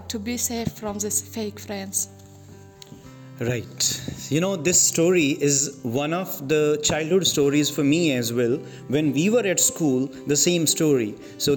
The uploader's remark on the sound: This episode has narrations by students of IFS Section 4. The recording was done in class.